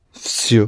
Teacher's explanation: Oh, the B, the English B, corresponds to the Russian V. The letter on its own is V. But when you pronounce it in this word, всё, it becomes F.